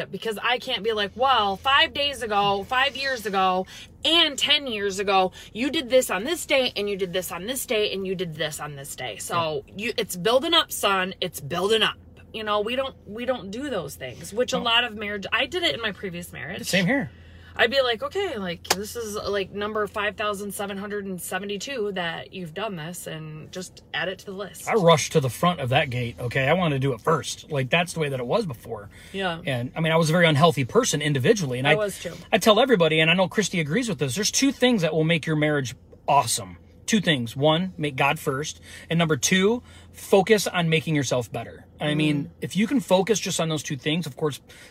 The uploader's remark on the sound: we go LIVE from our car